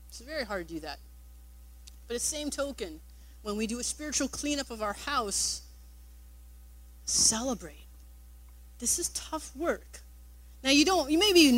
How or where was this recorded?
large echoing room